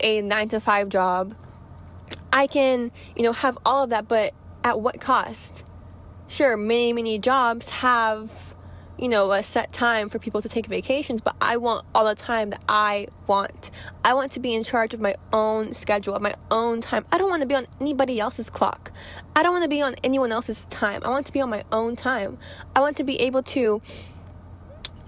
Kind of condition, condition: setting, inside a vehicle